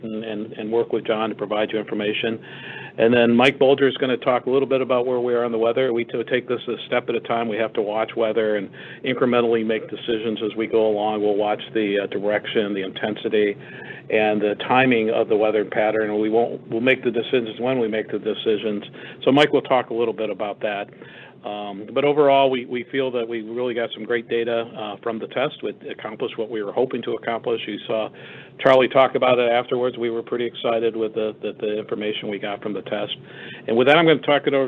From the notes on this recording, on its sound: On Friday, officials talked with reporters about the testing data. That teleconference audio is in this podcast.